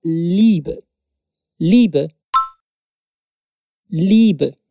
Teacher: Deu para perceber que a gente tem que alongar o som do i? É claro que na fala mais rápida isso pode passar um pouco mais despercebido.